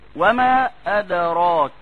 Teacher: لما اجي اقول راجعون، الراء هنا مفخمة عشان مفتوحة، فالالف تبعتها وفخمت مثلها. وما ادراك، الراء مفخمة ففخمت الالف